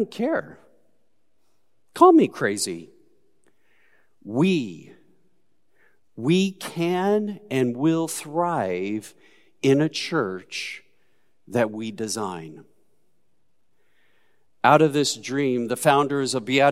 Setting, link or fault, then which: setting, large echoing room